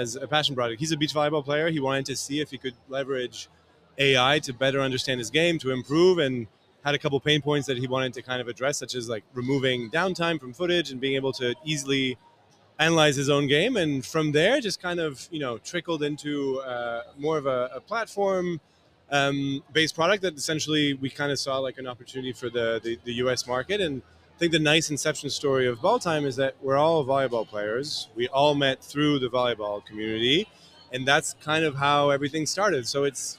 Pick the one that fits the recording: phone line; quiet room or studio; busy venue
busy venue